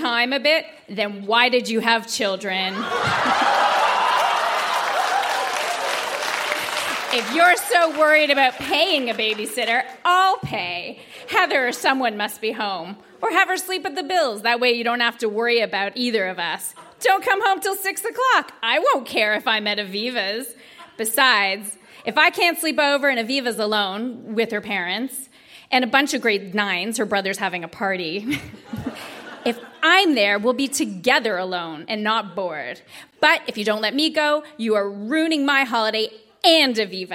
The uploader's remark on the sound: Recorded live at the Royal Cinema in Toronto.